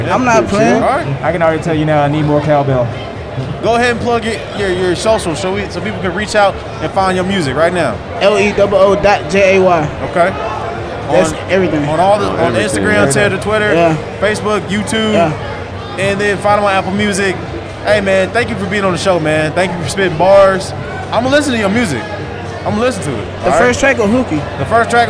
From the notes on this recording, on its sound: we're at DreamCon